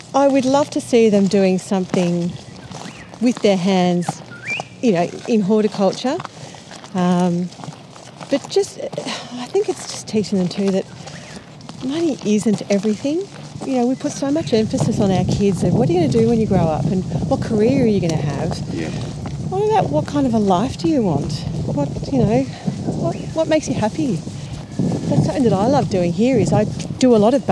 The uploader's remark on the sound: Montalto Winery. It has a fabulous restaurant and an incredible amount of open space, trees, gardens and artworks spread over the beautiful property. We recorded on the fly during a slow roving tour of the grounds, so expect some wildlife interruptions, wind gusts, tractors, and gravelly footsteps throughout.